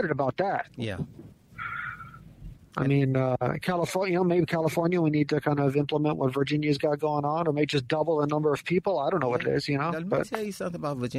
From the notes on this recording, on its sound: THE PHONE CONVERSATION THAT TURNED INTO A PODCAST